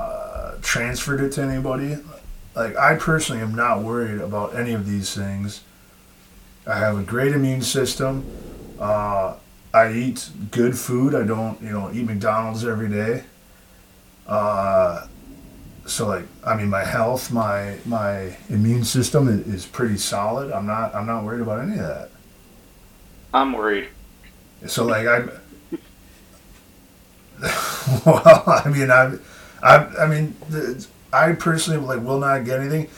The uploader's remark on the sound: Forgot to use the correct mic when we did this one so the audio is a bit low. On a positive note it doesn't pick as much background noise so there's that...